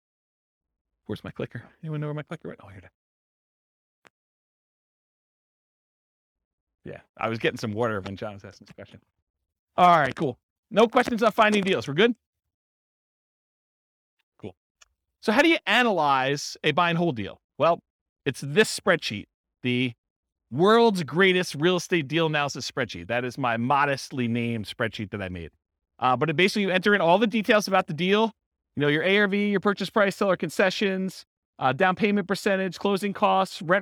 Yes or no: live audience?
yes